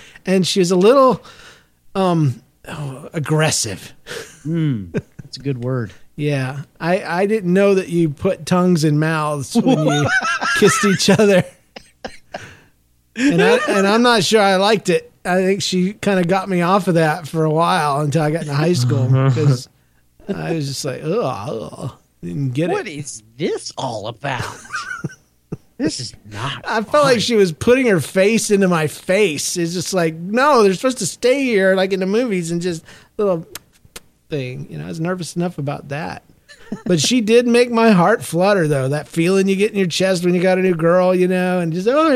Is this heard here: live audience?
no